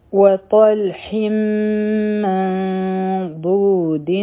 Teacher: نون چونکې خالی دی نو په دې باندې سکون دی او مخکې باد دی، نو دلته به مونږ اخفا کوو، نو دا به شي من بو باد چې دی د دې سره به واو یو ځای کو، ځکه چې په واو باندې سکون دی، دا به حرفي مده شي بو، او بیا دی دین.